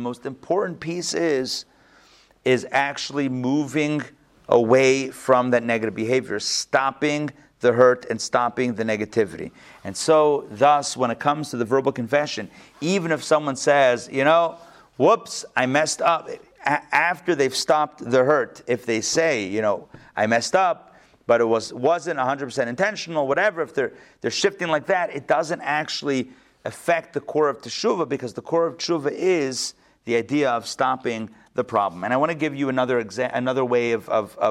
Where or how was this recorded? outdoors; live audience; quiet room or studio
live audience